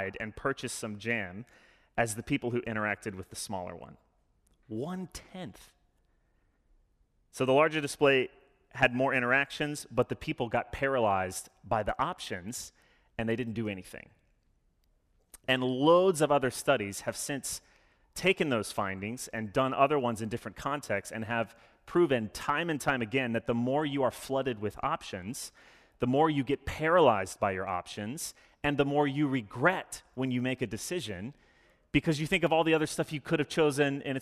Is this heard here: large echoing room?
yes